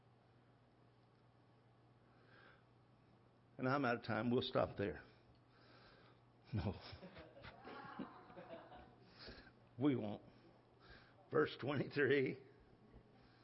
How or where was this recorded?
large echoing room